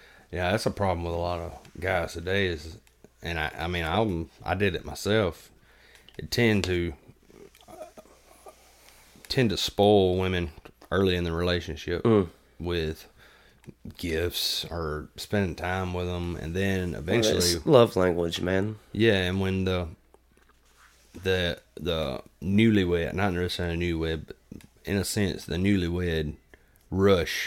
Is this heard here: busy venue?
no